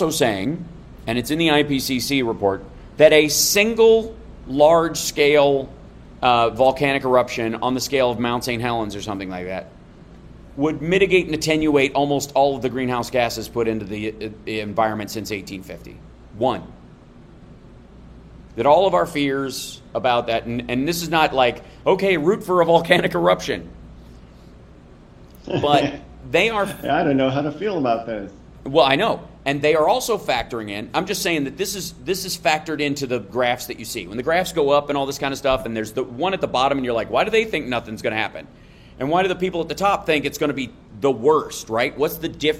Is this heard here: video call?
no